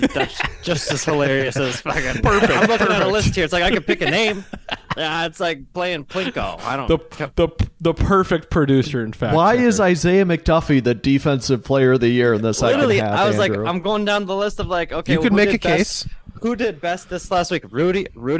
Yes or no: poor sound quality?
no